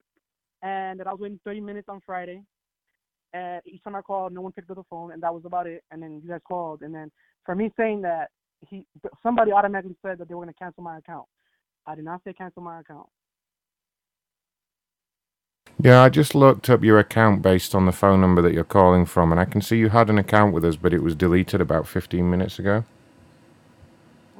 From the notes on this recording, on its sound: For some reason many people did not want to pick up the phone today, possibly because of the late start. We also disrupt some conferences as usual and there’s lots of good banter while we spend ages listening to the phone ring.